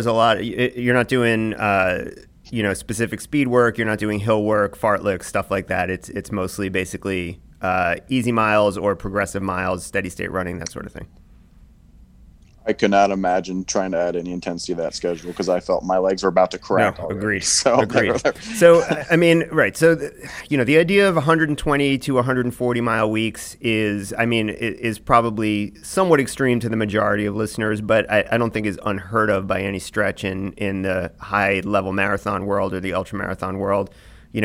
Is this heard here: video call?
no